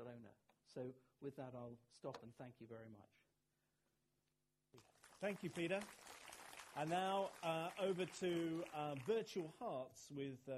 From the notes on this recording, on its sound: Recorded at the Science Museum on 27 September 2017